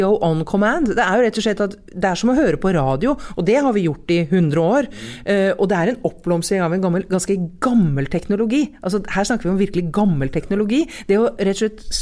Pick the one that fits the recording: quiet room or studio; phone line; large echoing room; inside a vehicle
quiet room or studio